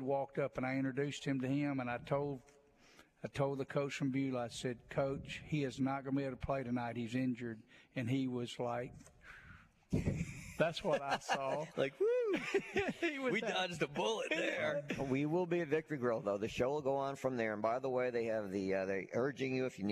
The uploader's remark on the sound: Playoff Gameday at Mobile Christian. LIVE at MCS on the morning of their playoff game against Houston Academy!